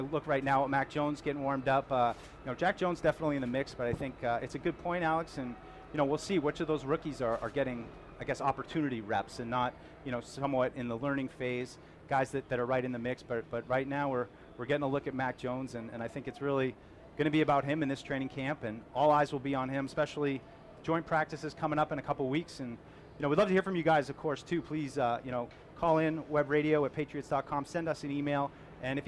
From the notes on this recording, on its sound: Live from Day 1 of Training Camp. Broadcast live from Patriots Training Camp.